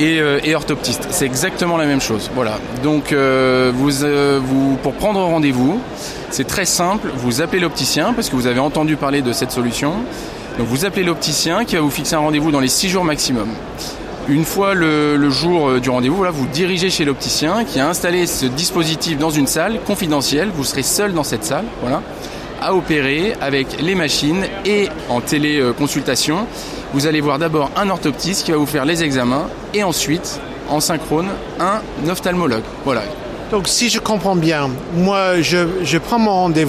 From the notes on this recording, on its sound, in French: (FR) Épisode 6 "en direct" du Silmo Paris 2023. Dans ce nouvel épisode très animé, en direct du cœur du Silmo 2023.